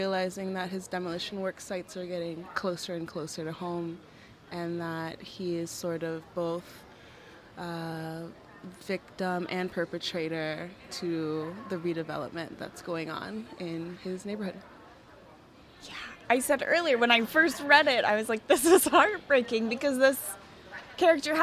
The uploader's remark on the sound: We are live, on-location at the TCL Chinese Theatre for AFI FEST 2023